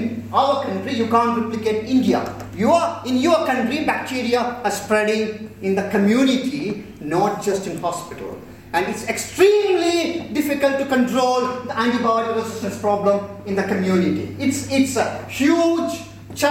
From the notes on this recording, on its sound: spoke at the Science Museum Lates event “Illuminating India”